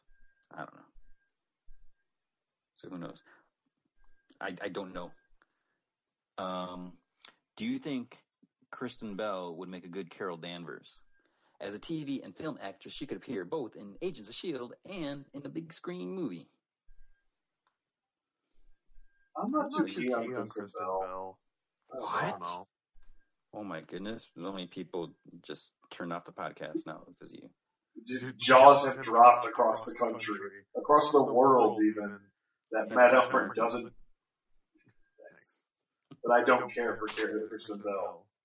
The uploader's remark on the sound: Just a warning, there are some technical issues with this podcast.